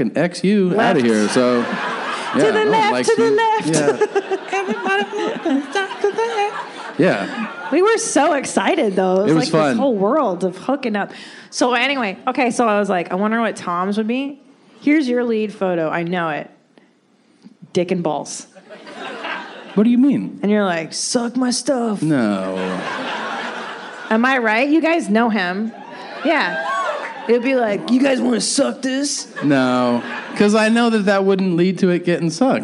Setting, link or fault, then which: setting, live audience